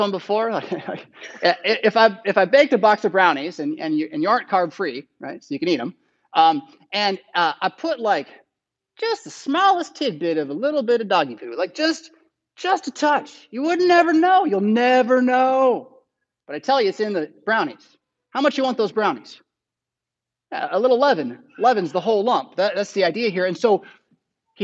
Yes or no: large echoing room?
yes